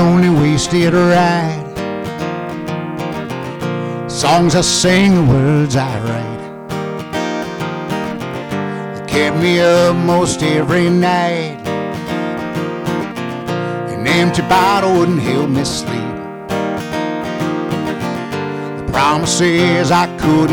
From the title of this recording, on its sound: live from "The Bird's Nest"